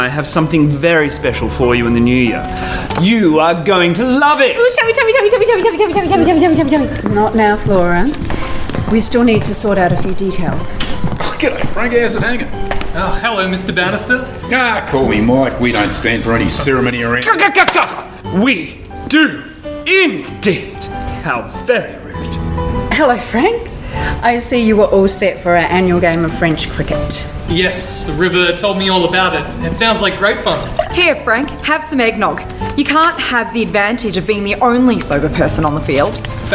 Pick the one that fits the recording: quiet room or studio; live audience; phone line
live audience